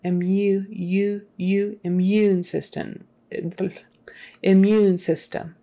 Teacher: There's a U in the middle of a word, which also is going to be pronounced with a Y in front of it.